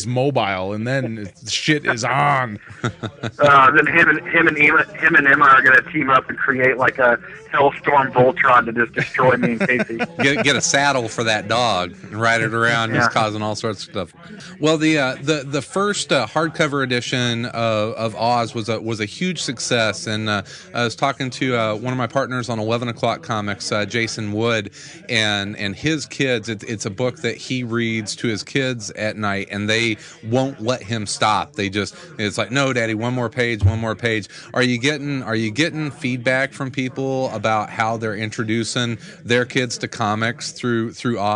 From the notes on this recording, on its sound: Dark Tower Comics was filled with friends on a Friday night to help us send off the show in style. Joins us from the road.